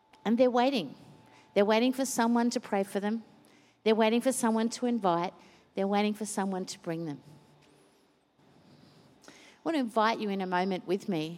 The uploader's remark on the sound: Recorded during our 5pm service